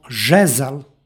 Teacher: Ovdje se imenica završava sonantom, ispred njega stoji suglasnik i između njih se dodaje nepostojano A radi lakšeg izgovora